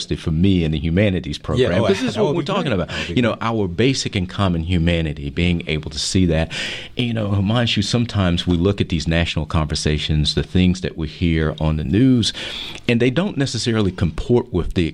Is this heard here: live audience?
no